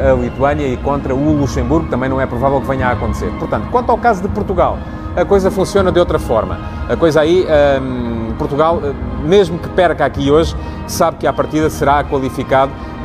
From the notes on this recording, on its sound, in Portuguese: Em Kiev à espera do jogo. O Futebol de Verdade de hoje ia ser feito em direto do relvado do Estádio Olímpico de Kiev, mas o barulho dos ensaios lá dentro fez-me procurar refúgio no túnel.